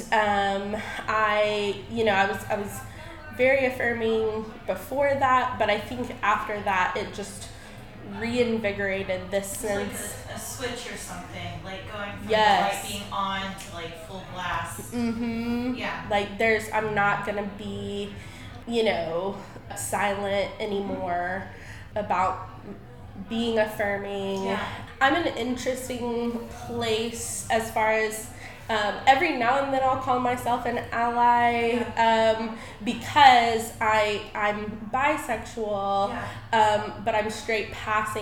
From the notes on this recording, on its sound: Live from Affirming Hendersonville. This episode was recorded on location at the Affirming Hendersonville event hosted by The Collab with support from Earth First Plant Co and Willow Tree Therapy.